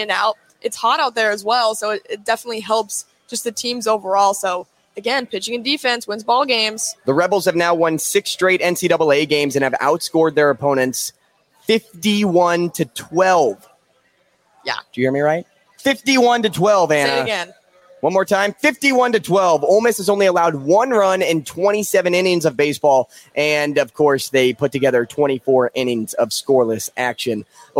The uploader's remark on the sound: Live From Zipline Brewery. Live at Zipline Brewery in downtown Omaha.